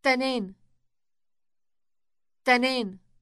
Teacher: Note the elongated initial T sound.